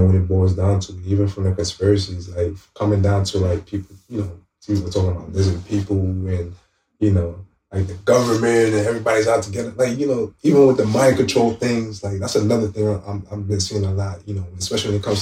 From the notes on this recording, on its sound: We ran into some technical difficulties recording this series of conversations